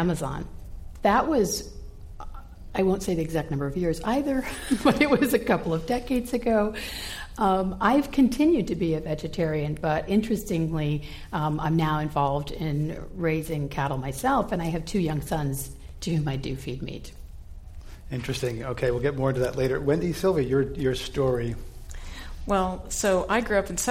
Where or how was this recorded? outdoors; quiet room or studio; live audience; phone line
live audience